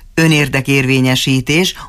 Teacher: az első szótagra esik mindig a szóhangsúly, a magyar történeti hangsúly, és minden páratlanra mellékhangsúly esik